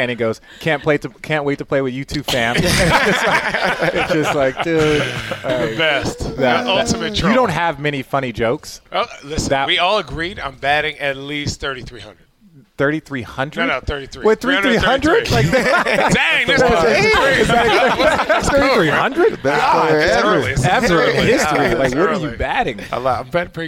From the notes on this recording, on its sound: this special recording w/ Homage at their location